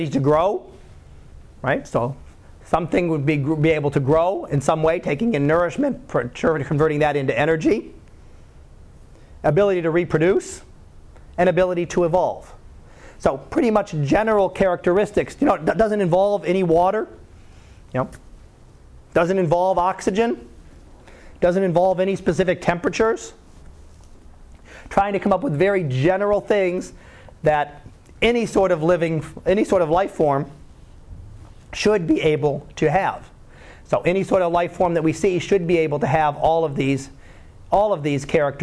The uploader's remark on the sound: Live Class Lecture.